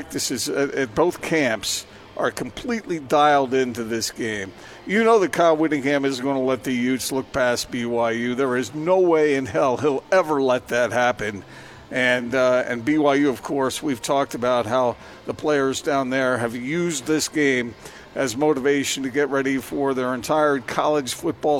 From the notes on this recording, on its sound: LIVE at Marley's Gourmet Sliders